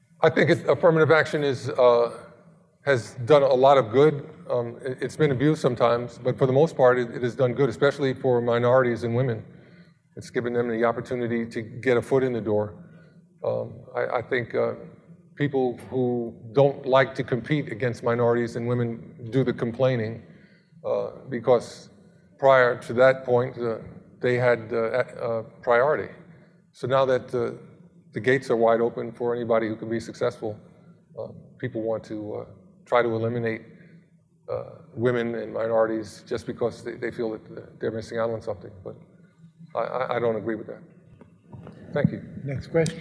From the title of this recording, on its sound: Live at Mason